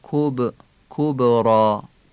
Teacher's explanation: کاف کبرا رو تیز و ظریف ادا میکنیم و به کبرا را هم قلقله میدیم